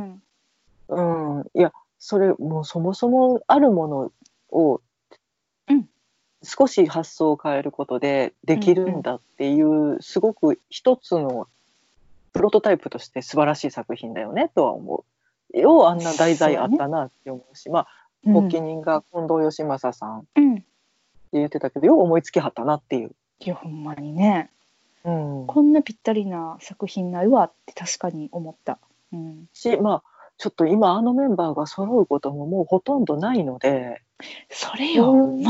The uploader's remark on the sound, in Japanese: 久々のリモート収録です。